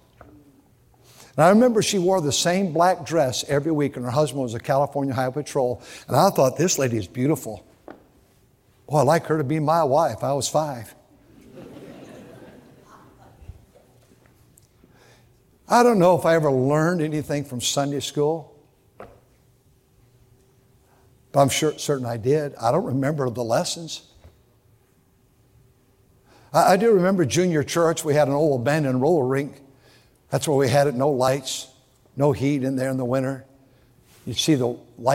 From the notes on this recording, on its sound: during the Sunday Morning service on October 22, 2023, at North Valley Baptist Church in Santa Clara, California.